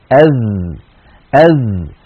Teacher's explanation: الحرف الثالث والأخير في حلقة اليوم هو حرف الذال. الذال حرف يخرج من طرف اللسان مع أطراف الثنايا العليا، يعني هذا اللسان وهذا طرفه وهذه الأسنان العليا وهذا طرفها، نضع الطرف على الطرف أذ.